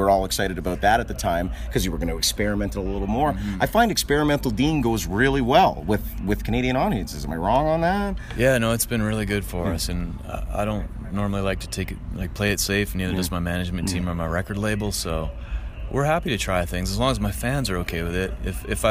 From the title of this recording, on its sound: Live from Trackside Music Festival